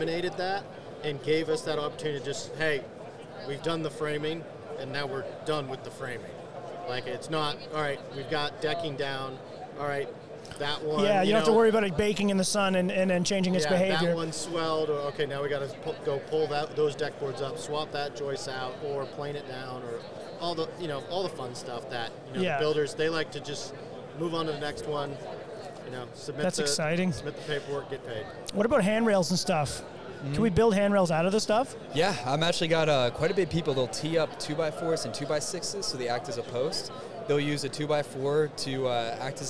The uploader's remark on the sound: Shot a LIVE episode from the Owens Corning booth.